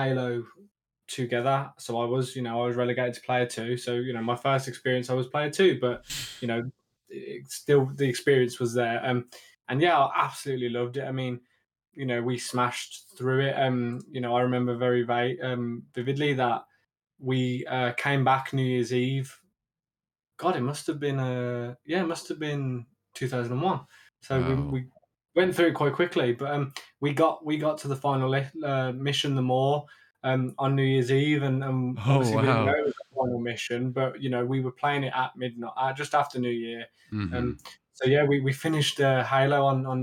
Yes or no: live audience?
no